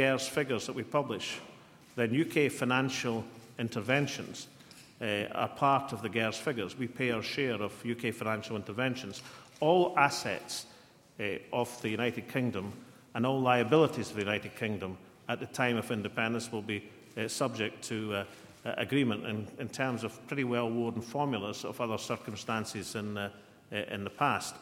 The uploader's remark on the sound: press conference at Edinburgh Castle